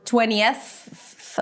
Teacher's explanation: You have to go through the transition between a TH sound, 20th, right? The tongue is out for the TH, and then you have to pull it in for the S sound.